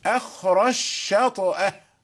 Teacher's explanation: أدغم الجيم في الشين